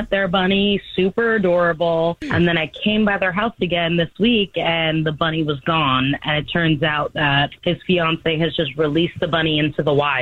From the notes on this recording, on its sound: the woman on the phone